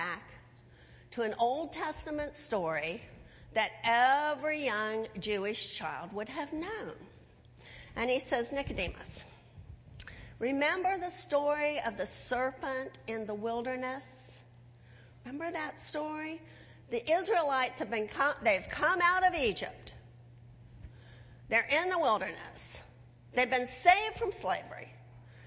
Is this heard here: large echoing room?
yes